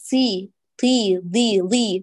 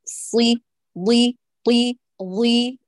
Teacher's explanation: حتى وهي مكسورة في أدنى مرتبة محتفظة بإطباقها فتبقى قوية · Shown in: second take · Term: الإطباق